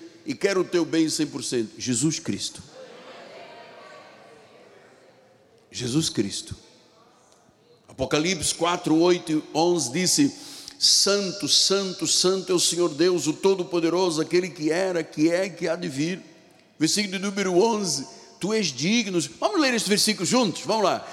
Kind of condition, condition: setting, large echoing room